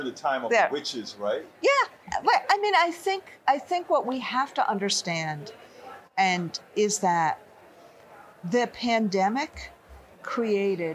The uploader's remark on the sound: Live from Netroots Nation in Chicago (Day 1)